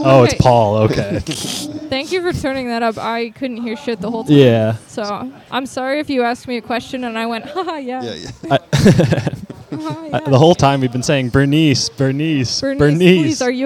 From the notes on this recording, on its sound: This episode was recorded live at Comedy/Bar in Capitol Hill!